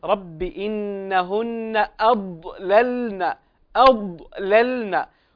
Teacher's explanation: فنفخم الضاد ونخرجه من مخرجه الصحيح